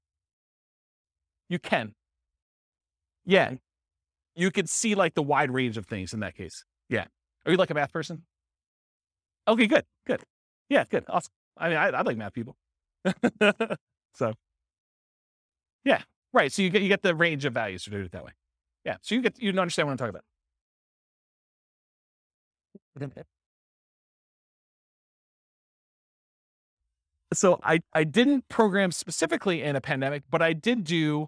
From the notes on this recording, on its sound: This was a live class recorded